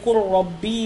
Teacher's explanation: واللام عند الراء أدغم مشبعا محضا إذ الحرفان يقتربان